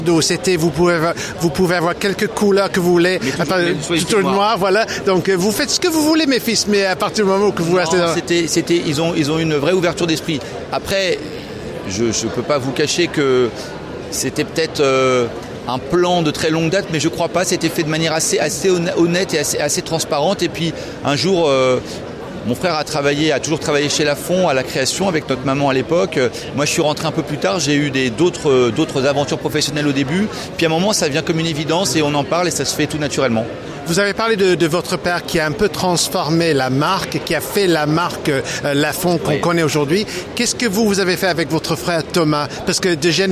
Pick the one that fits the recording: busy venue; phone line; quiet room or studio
busy venue